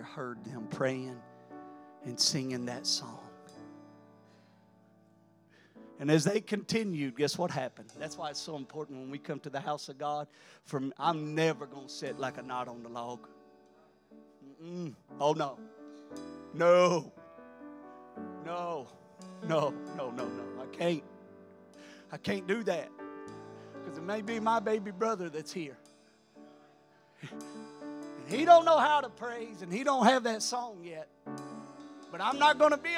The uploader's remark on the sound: During our Sunday morning gathering on May 7, 2023. We are an Apostolic, Pentecostal church located in Poplar Bluff, Missouri.